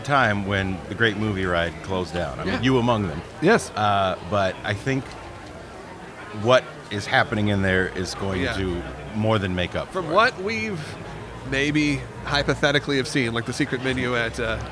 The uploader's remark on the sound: LIVE from the Magic Kingdom. We take you live to the Magic Kingdom for our final week of our promotion with Walt Disney World.